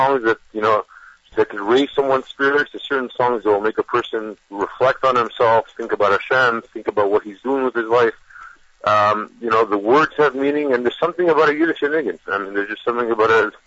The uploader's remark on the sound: phoned